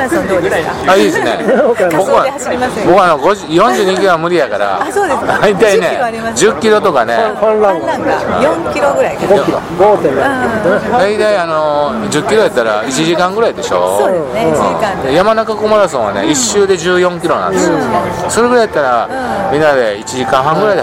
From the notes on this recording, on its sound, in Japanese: 岡山駅前のイオンのスタバにて